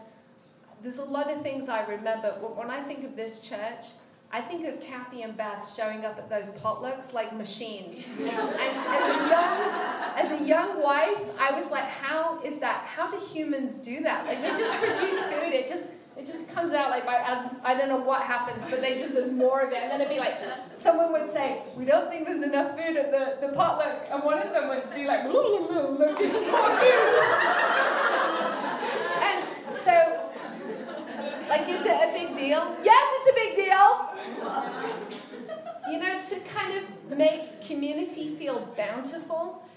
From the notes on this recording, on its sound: was our speaker at the New Day Shine Women's Retreat for 2019, located at Miracle Camp in Lawton, MI.